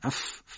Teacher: حرف فا و سه نقطه است که حرف فا صفت نفخ داره، یعنی ما باید در محل ادای فا فوت بکنیم. دندونای بالا به لای پایین میخوره، محل ف اف اینجا فوت میکنیم، اف ف خوب ادا میشه.